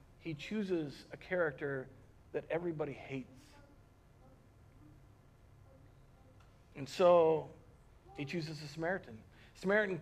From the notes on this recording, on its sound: Recorded on March 15th, 2020 at Word of Life Church in Le Sueur, MN.